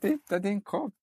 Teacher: Han går väldigt mycket högt upp i sin grundton. Så man märker att han pratar till ett barn. · Term: barnriktat prat